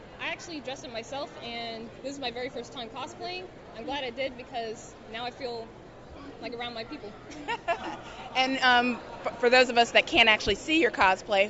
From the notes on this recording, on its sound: We visit NekoCon 2015 and chat with anime cosplayers about the largest anime con in Hampton Roads, VA.